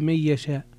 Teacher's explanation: من يشاء هنا فيها ترك الغنة، ترك الغنة لخلف عن حمزة. من يشاء، ويشاء أيضا فيها المد المتصل، وهم متفقون على مده لكنهم متفاوتون في مد بين التوسط والإشباع.